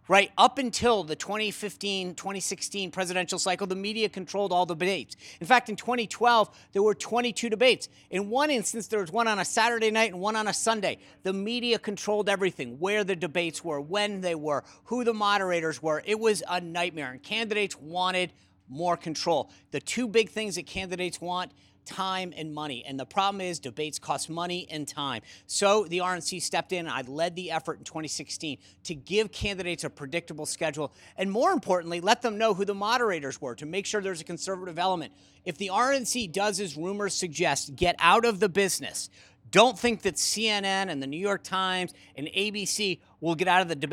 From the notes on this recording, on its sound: Live from the 4th GOP debate in Tuscaloosa, AL